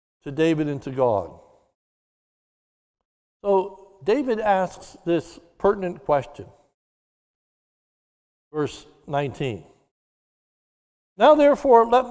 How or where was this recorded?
large echoing room